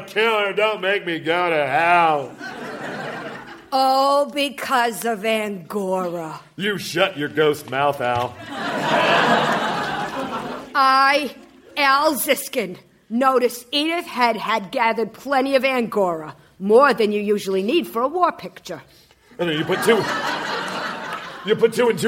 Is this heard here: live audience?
yes